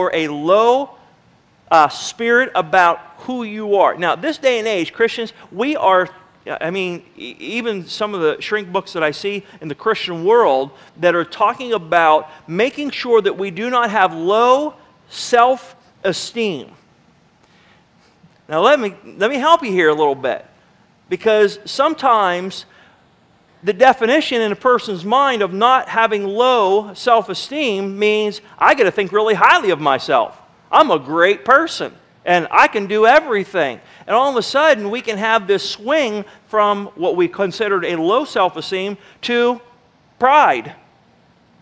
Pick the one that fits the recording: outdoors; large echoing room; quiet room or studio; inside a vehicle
large echoing room